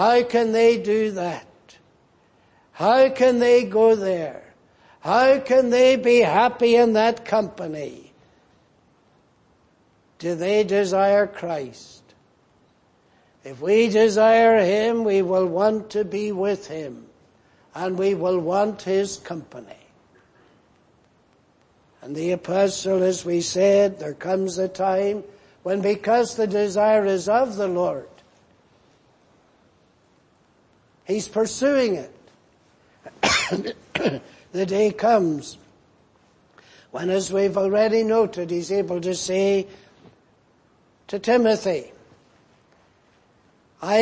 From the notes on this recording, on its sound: Preached in Grafton. At the Lord’s Day Evening service on 25th February, 2024.